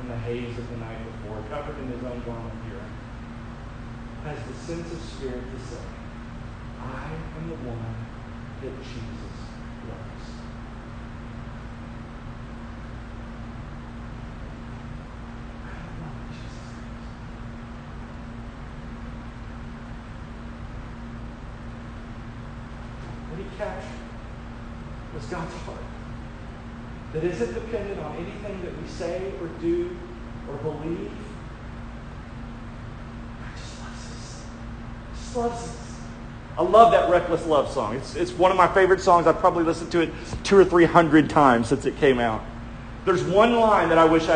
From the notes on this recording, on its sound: shared live at Eternal Hope Church in Mary Esther, FL